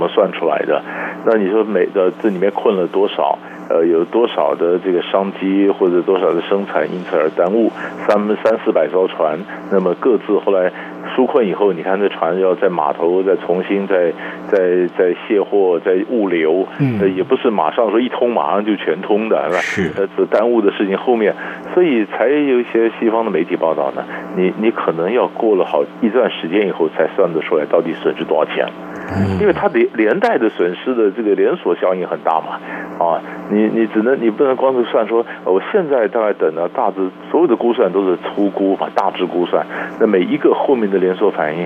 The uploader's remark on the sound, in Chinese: 連線訪問